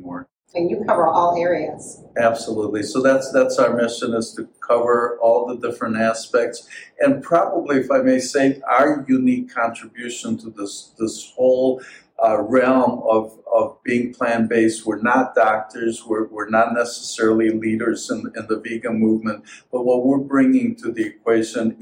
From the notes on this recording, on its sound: On-location interviews from the National Health Association Conference.